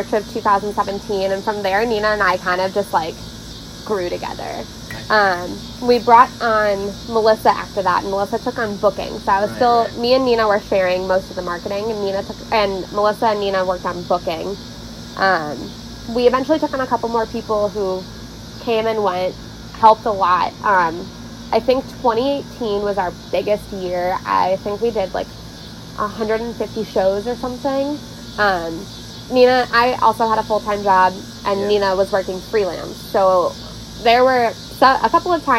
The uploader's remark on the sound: The cicadas were wild outside while recording which made editing a bitch.